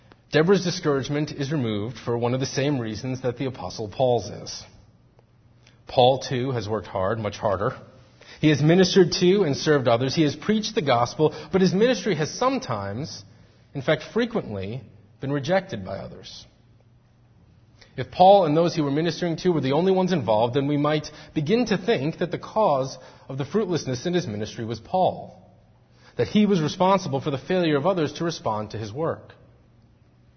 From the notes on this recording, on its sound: Faith Presbyterian Church – Evening Service